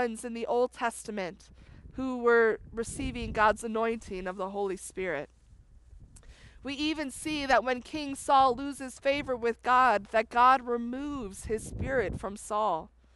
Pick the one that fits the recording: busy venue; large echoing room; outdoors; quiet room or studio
outdoors